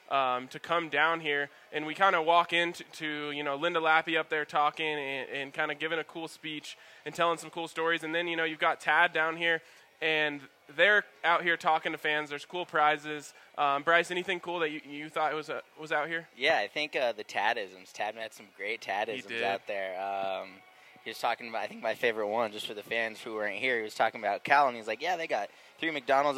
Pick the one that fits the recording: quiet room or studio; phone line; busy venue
busy venue